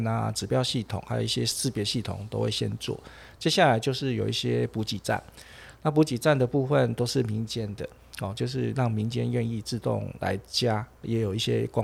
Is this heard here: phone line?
no